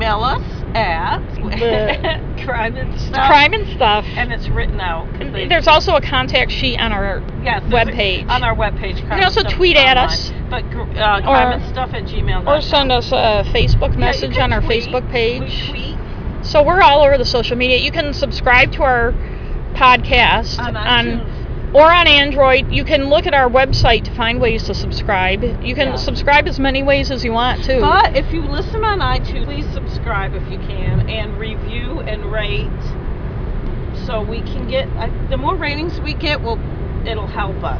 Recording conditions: inside a vehicle